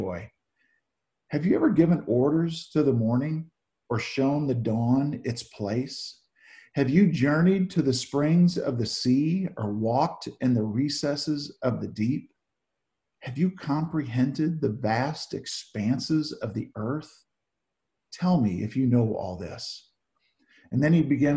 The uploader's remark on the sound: Zoom Sunday 7-5-20 (Audio)